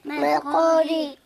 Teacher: مل مل قا فتحة قا ملقا ألف مد طبيعي حركتين ملقا را كسرة ري حكمها الترقيق